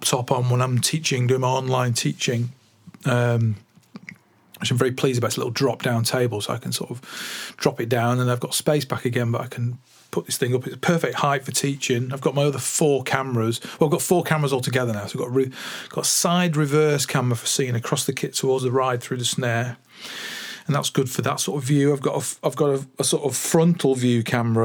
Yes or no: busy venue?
no